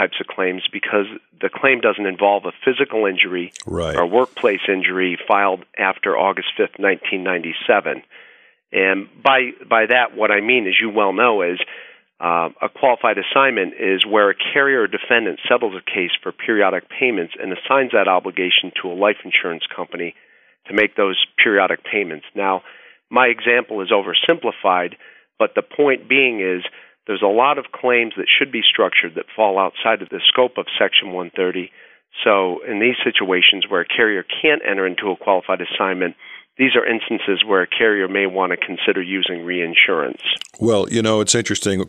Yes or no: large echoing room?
no